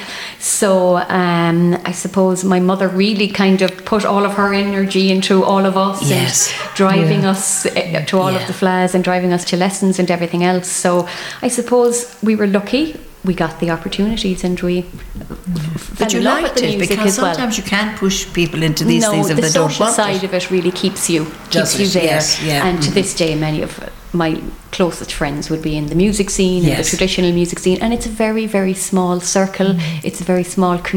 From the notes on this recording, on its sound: Live from the Community Hall Feakle as part of the 36th Feakle trad Festival as part of Saturday Chronicle.